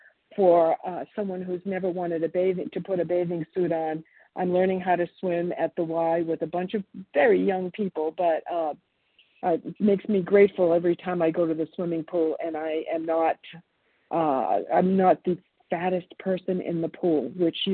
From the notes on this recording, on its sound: from the 100 Pounders Phone Meeting